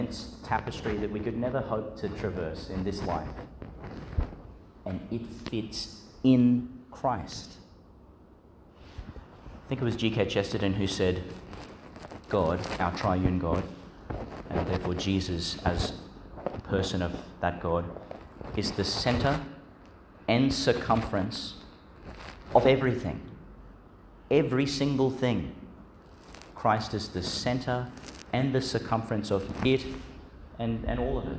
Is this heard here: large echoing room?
yes